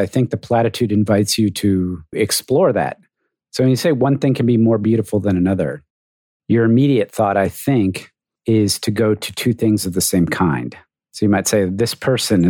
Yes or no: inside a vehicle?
no